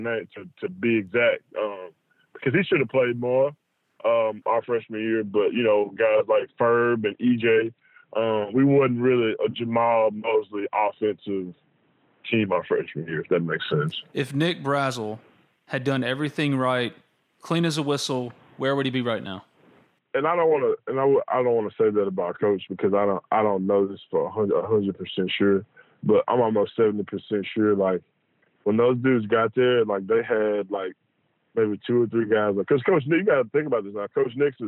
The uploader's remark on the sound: Joined on the Modern Woodmen phone line (37:05).